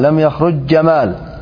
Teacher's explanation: تدغم جيم يخرج في جيم جمال · Term: الإدغام